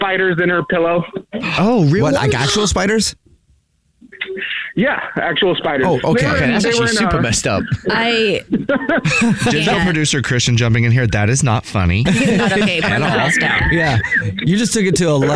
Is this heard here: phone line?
yes